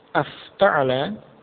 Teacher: Hamzah wasal, yaitu hamzah tambahan pada bab ifta'ala, ini menjadi hilang.